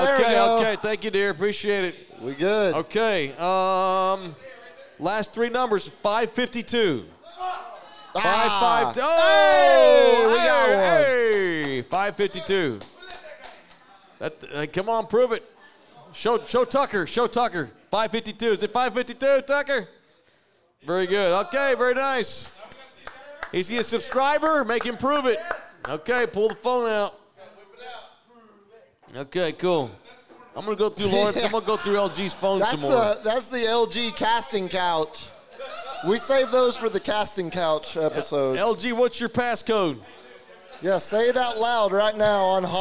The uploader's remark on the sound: Live from JT's Sports Bar & Grill in Universal City, Texas.